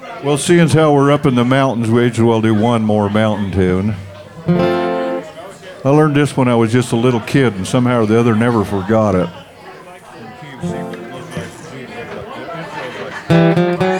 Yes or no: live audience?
yes